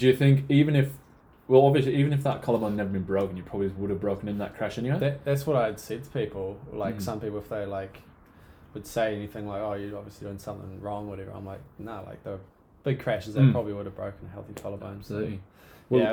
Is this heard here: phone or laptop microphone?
yes